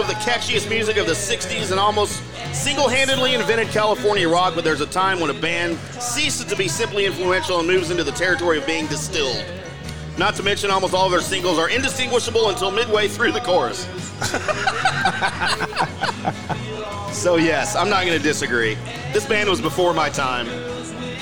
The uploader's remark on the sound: LIVE at Barrel & Bones in The Colony